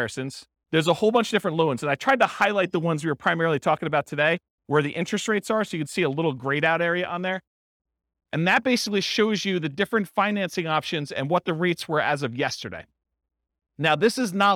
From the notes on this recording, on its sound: This was a live class recorded